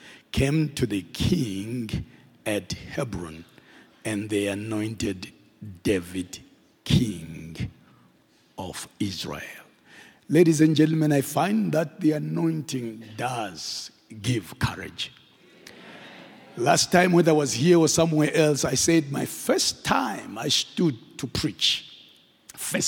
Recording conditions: large echoing room